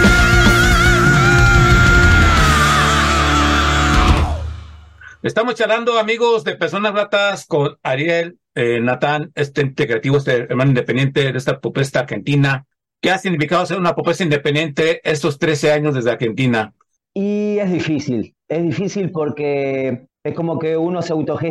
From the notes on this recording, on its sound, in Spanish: Charlamos via zoom